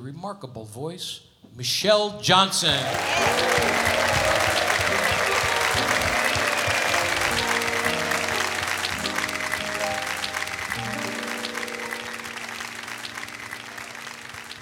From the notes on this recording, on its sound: Live at the SouthPoint Casino